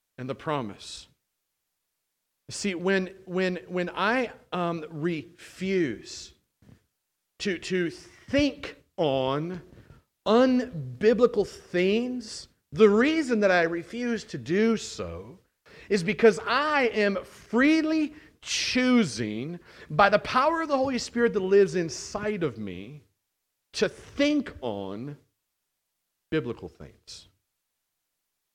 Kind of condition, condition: setting, large echoing room